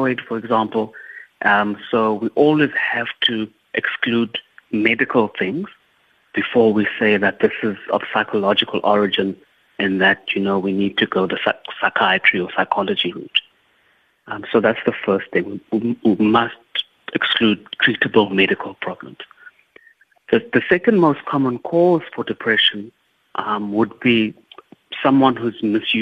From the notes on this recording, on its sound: We are joined on the line.